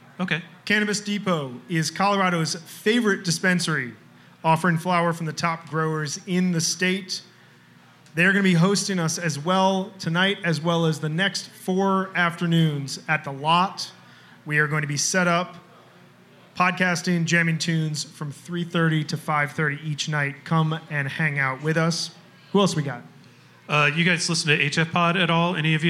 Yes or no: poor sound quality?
no